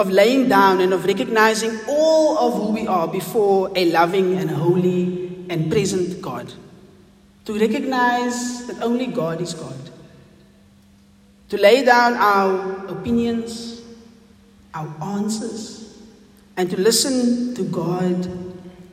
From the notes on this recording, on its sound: Recorded on the 1st Sunday in Advent at St John's Wynberg